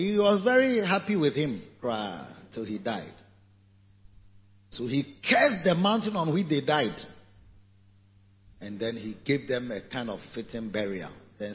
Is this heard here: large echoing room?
yes